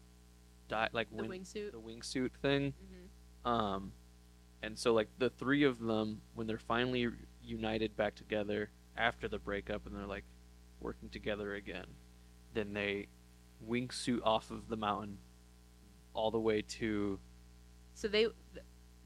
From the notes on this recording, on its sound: We know the audio is rough!